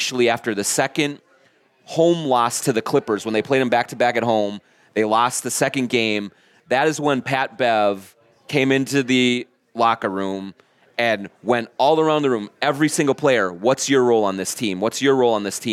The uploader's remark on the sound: Live at Tuttles Eat Bowl Play in Hopkins